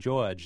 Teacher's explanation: They were saying George. They were not pronouncing that R. · Term: dropping the R